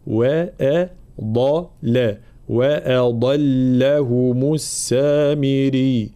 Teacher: الضاد جاءت بين مرققين فلا بد من انتباه ترقيق الهمزة وترقيق اللام، وبينهما الضاد مفخمة